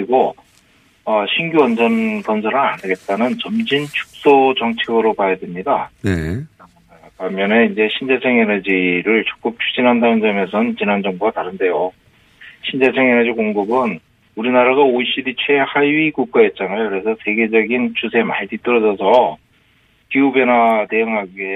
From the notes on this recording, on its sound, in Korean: 전화연결